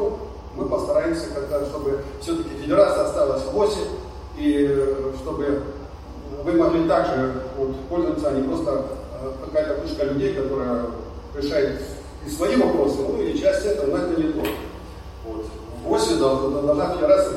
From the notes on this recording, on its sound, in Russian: С 26 по 29 мая в санатории «Солнечный берег» город Геленджик прошёл Физкультурно-оздоровительный фестиваль «Сильные духом!». Вашему вниманию представляем фрагмент аудиозаписи с открытия фестиваля.